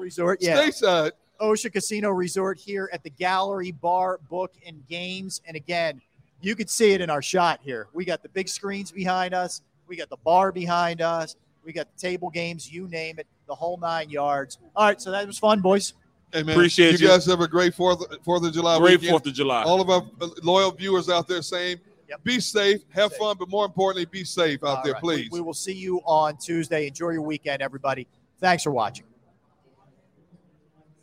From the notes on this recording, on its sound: Philadelphia: Live From Ocean Casino Resort for the Grand Opening of The Gallery!